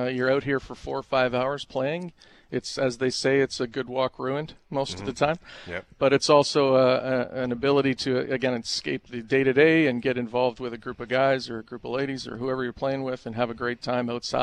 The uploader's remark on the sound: LIVE from the Centreport Canada Rail Park Manitoba Open at Southwood Golf & Country Club!